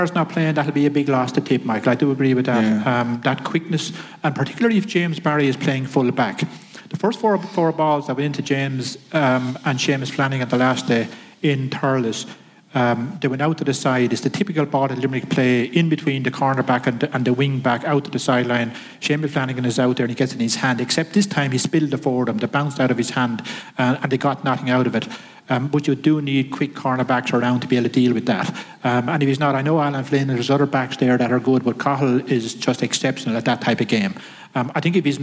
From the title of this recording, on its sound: The GAA hour live from Thurles